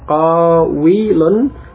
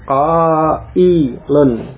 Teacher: yang jelas wawu ini kemudian diubah menjadi hamzah dari qawilun menjadi qailun. Jadi hamzah di sini pada isim fa'il dari fi'il ajwaf wawi ini adalah perubahan dari wawu.